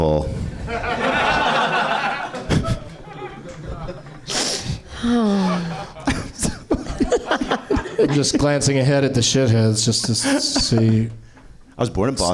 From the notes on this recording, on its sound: Live from the NerdMelt Showroom in Los Angeles